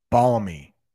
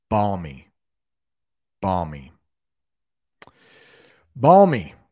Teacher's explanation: That L is barely pronounced. Balmy. I don't even know if I pronounce the L.